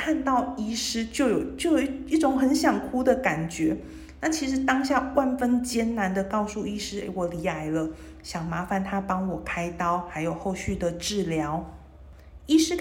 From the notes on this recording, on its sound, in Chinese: 此次錄音在醫院廁所裡錄的，很有味道跟爆音，請見諒啊